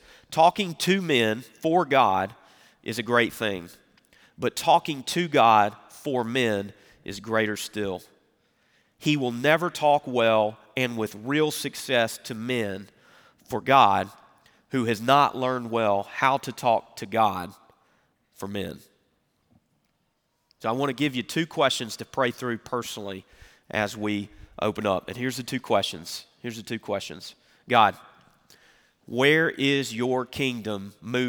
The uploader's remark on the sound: Recorded Live at Brookwood Church on 11.26.2023